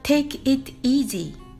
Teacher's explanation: 発音で注意するのは it の t を破裂音という息だけにすることだけです。ところが、この take it easy を素早くネイティブっぽく発音すると take it easy となり、とても難しくなります。it の t と easy がくっつくような形になるのです。ですので、t 型 e t